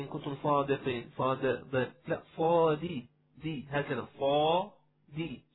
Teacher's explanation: كلمة صادقين جاء فيها شيء من تفخيم الدال ربما وعدم كسرها يعني كسرة تامة كأنه يعني إن كنتم صادقين لا صادي دي